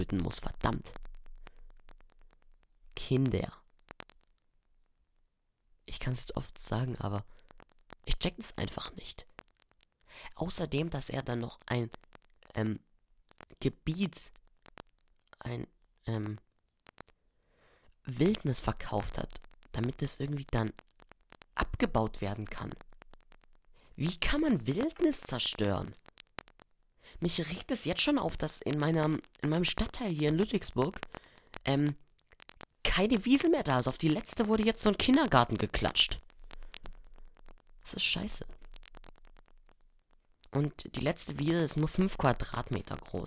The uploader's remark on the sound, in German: sorry, dass die Aufnahme ein bisschen knistert